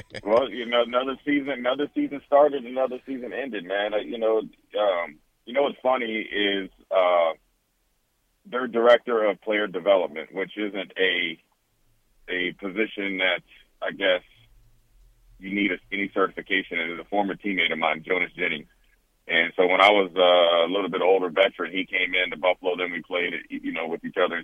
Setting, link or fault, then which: link, phone line